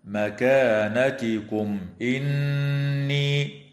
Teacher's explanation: وتظهر الميم الساكنة عند الهمزة في قوله تعالى مكانتكم إني، ويسمى إظهارا شفويا